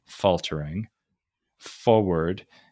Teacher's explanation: a disyllabic beat where the stress comes in the first of the two syllables · Term: trochee